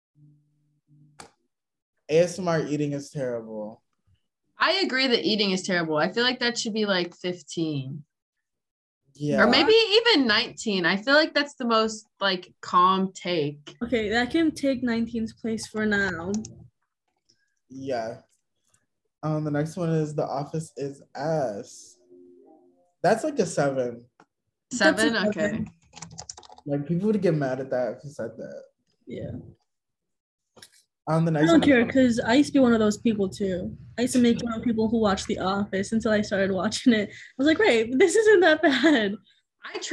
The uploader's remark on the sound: We met virtually over zoom. This episode is quite loud and chaotic.